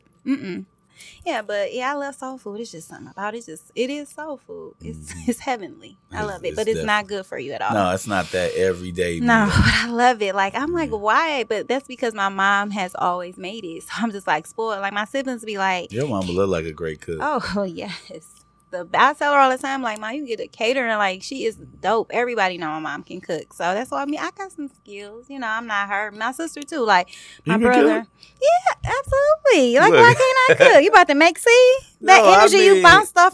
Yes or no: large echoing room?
no